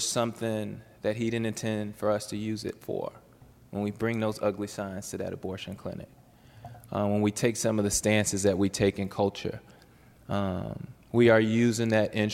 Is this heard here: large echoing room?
yes